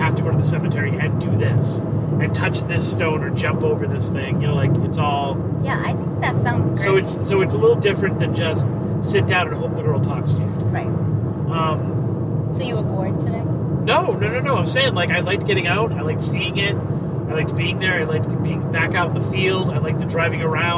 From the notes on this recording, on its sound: Hit the road on a somewhat spontaneous journey to the Boca Raton cemetery. It’s an “on the road” episode filled with background noise.